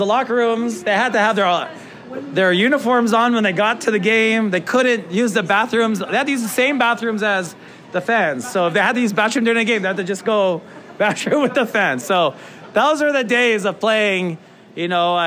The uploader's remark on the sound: In front of a live audience at Agave & Vine at Ala Moana Center.